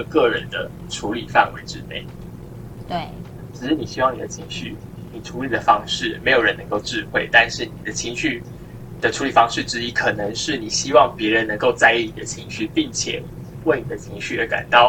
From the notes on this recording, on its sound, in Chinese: 首次嘗試遠距離錄音，音質比我們想像中的慘烈